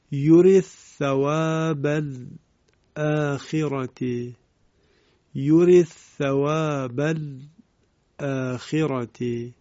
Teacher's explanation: ادغام حرف دال از کلمه یورد در ثاء کلمه ثواب صورت میگیره به این شکل: یورث ثواب الاخرته، یورث ثواب الاخرته.